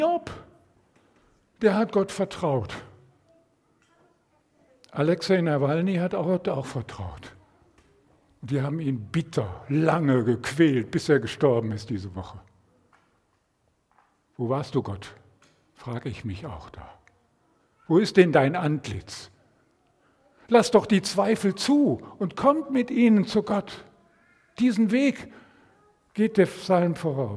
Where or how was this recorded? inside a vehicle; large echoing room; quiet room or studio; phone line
large echoing room